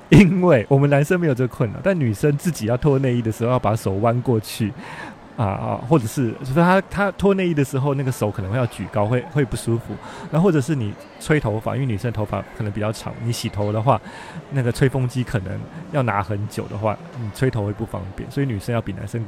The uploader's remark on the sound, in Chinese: 另外在台場現場收音的部分，今天播出下集。